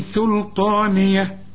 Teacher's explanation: ركب بقى الطاء التخينة، وبعدين النون اللي بعدها هتكون أكثر رقة لأنها مكسورة